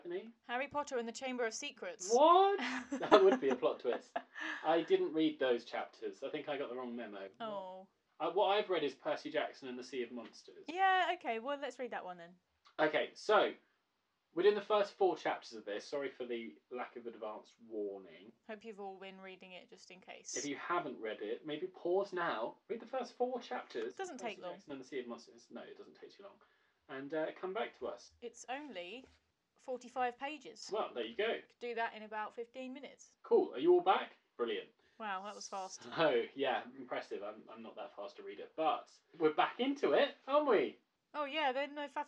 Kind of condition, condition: fault, poor sound quality